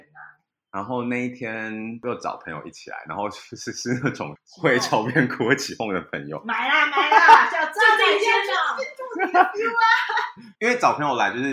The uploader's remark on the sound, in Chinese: 由於外錄的音質有點難控制，本集的聲音會有空間感